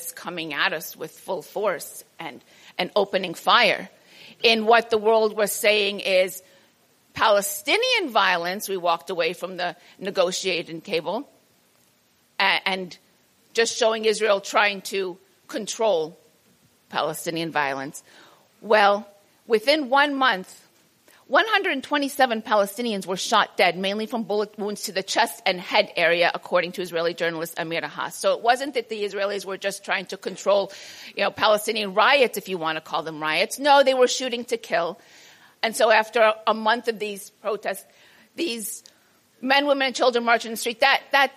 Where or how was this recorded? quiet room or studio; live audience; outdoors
live audience